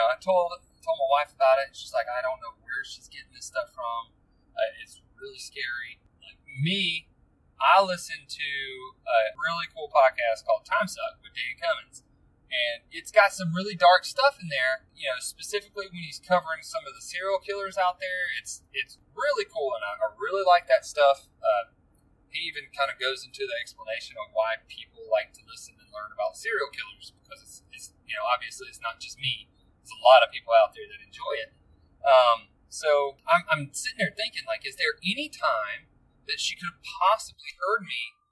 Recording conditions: background noise